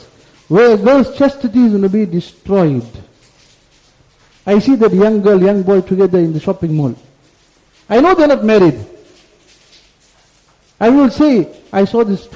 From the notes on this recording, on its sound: Jumuah Lecture at Glenearn Road Masjid